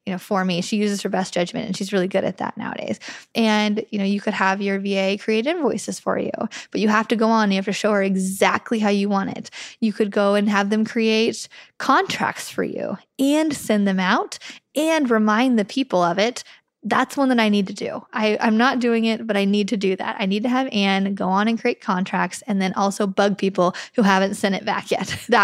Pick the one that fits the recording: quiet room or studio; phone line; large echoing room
quiet room or studio